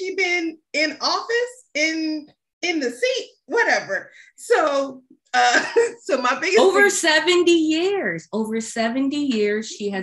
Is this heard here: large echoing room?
no